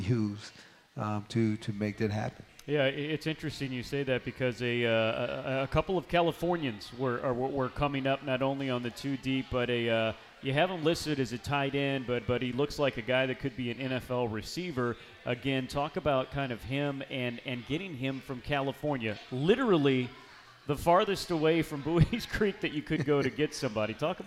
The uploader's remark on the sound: From the County Seat Sports Grille in Downtown Lillington, it's Camel Call Live.